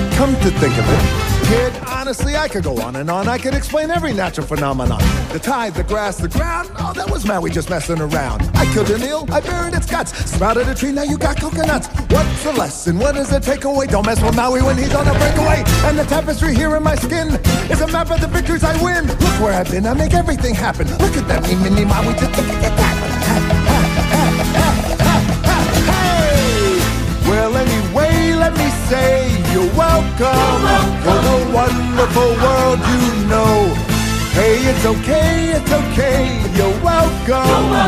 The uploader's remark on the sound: LIVE from Colts/Browns Training Camp. As they welcome in the Cleveland Browns for a joint practice.